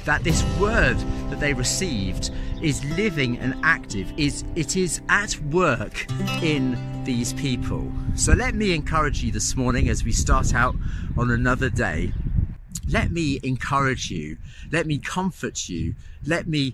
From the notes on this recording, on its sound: Takes today's morning devotional outside, taking a walk in God's creation.